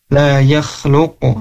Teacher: huruf qaf di sini ketika disukunkan, ketika diwakofkan, maka harus mantul, harus kol-kolah ya. La yakhluqu, dan mantulnya ke huruf o lagi.